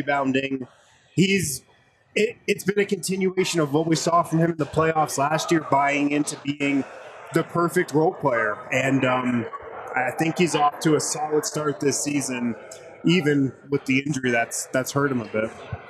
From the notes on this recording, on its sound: Live from the Basketball Social House in Denver.